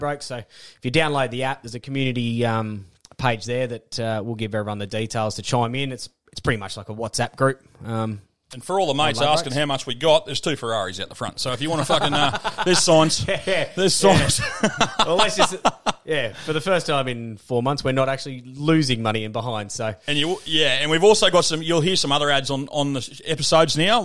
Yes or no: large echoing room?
no